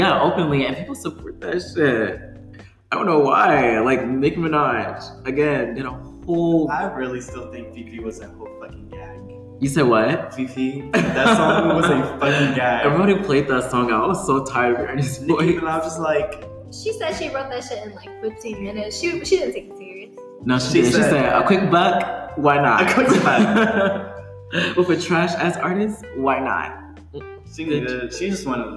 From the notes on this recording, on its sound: The auto is kinda weird but we didn’t have a mic at the time and we’re still learning how podcasting works.